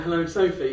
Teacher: My old boss in Cambridge was basically always letting a little bit of air up through the back of his soft palate in a Hello Sophie. · Term: extremely nasal voices